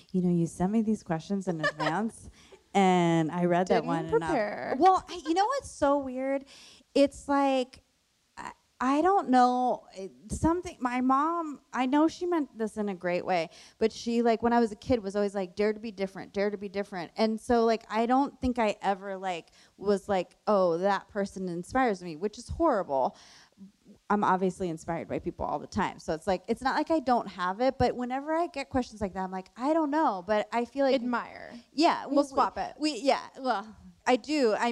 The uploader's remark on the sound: Live from the WorkParty Tour